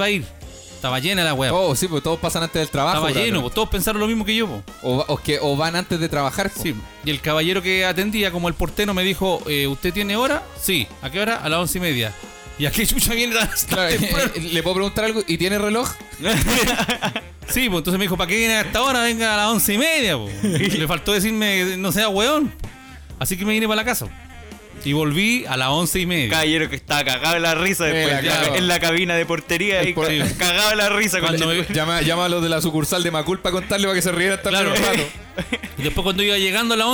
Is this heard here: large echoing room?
no